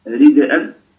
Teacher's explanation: أصلها أريد دال ساكنة والهمزة بعدها متحركة